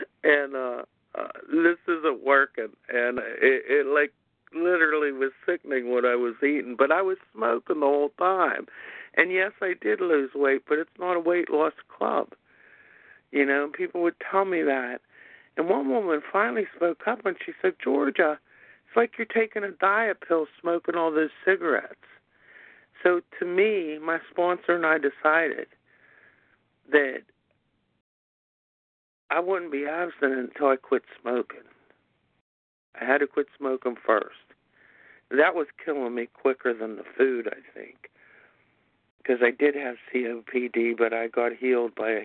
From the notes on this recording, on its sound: 100 Pounders Phone Meeting